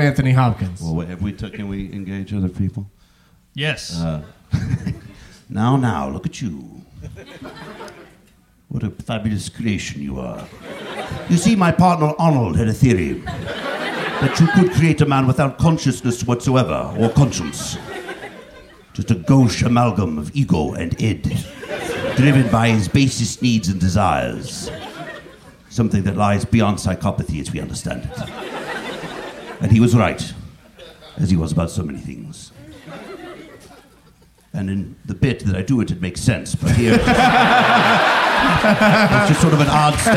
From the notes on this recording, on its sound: Live from Cap City Comedy Club in Austin